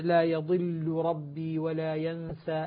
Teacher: اللام مع الراء متقاربين، ولكن اللام لا تدغم في الراء بسبب التثقيل وهو التشديد